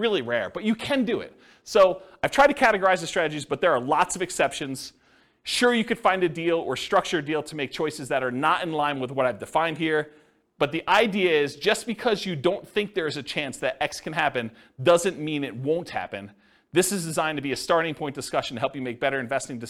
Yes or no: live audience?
yes